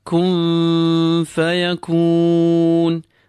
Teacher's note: We apply the rule of إخفاء to it. The noon is pulled, and whilst pulling, we prepare our mouths for the fa that follows, giving the impression that the fa is covering the noon. · Term: ikhfa